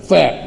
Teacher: كيف تنطق الفاء؟ من باطن الشفة السفلى فاء، بدليل لو مسكت دي كده برضه تنطق فاء، دي ما لهاش داخل خالص.